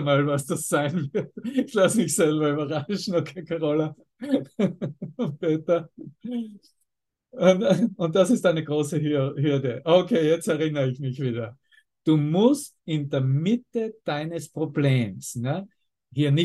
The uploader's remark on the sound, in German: Zoom-Session. Veranstaltet von der Aleph Akademie.